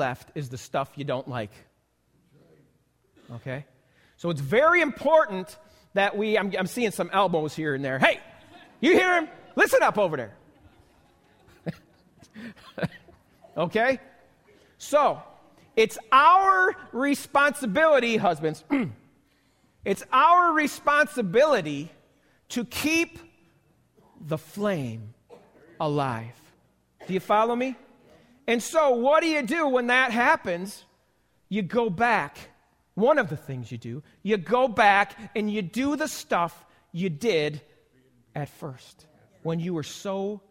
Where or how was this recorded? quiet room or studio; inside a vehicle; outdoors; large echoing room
large echoing room